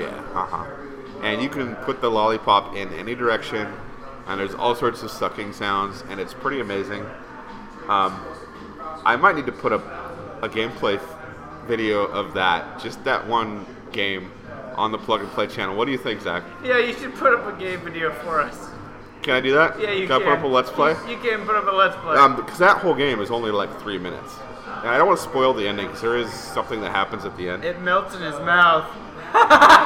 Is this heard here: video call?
no